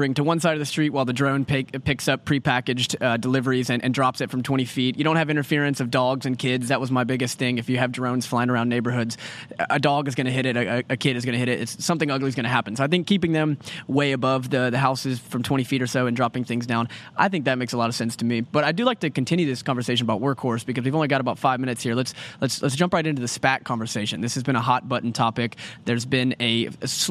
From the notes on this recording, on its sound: Live from the FreightWaves Carrier Summit